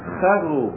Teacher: يشددون الراء والنون يحذفون فيقولون خروب، يعني الحرف الأول مفتوح إذا فتحوا الأول حذفوا النون وشددوا الراء خروب.